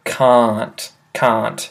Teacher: You just say unt, cunt, and can't is a lot longer. So you sort of elongate it, you stretch it out, you say can't. It's longer.